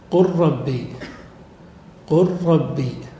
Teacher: قل ربي، أدغمنا اللام في الراء · Term: إدغام متقاربين